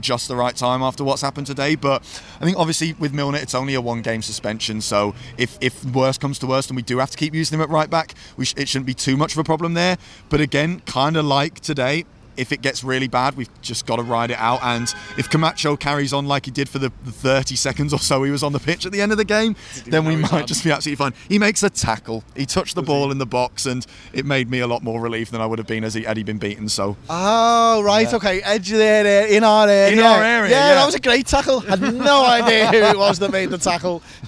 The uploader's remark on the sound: The lads are outside Anfield with their immediate thoughts